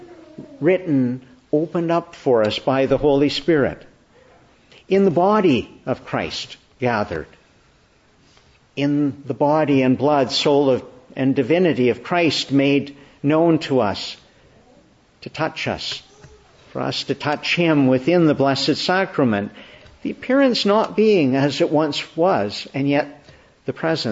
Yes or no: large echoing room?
yes